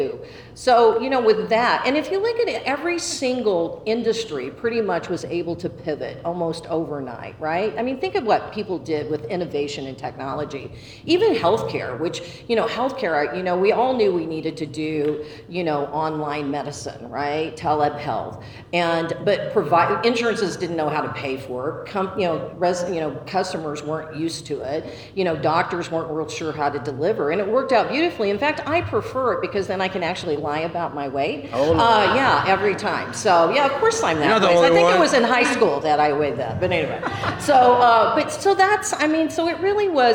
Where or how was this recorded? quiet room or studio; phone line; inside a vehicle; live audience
live audience